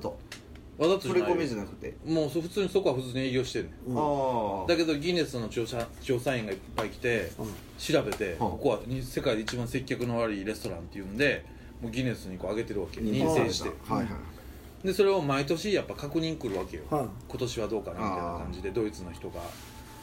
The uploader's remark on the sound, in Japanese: 神戸、SPACE DOG!RECORD(お店)より。